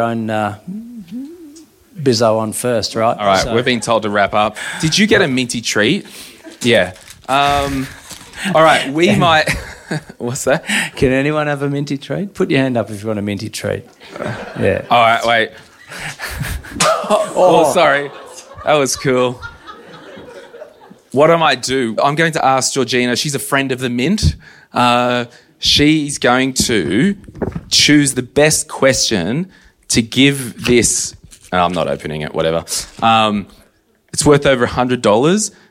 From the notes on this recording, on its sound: (live in Canberra). We had an awesome time meeting peeps and doing a live recording in Canberra.